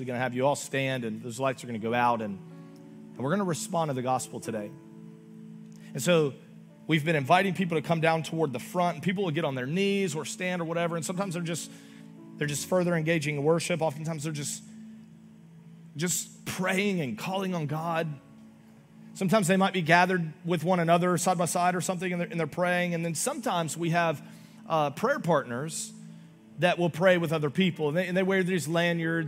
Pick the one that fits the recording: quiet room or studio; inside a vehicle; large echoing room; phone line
large echoing room